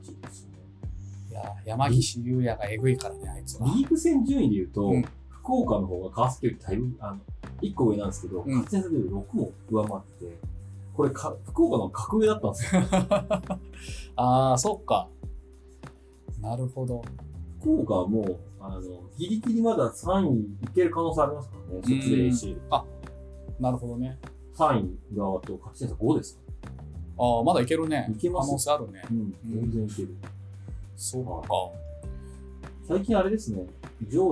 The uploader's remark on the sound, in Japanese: 工事BGM...音質悪くてすいません。